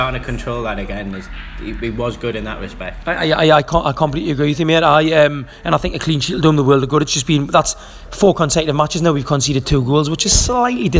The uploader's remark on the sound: Recorded in a restaurant outside the Emirates.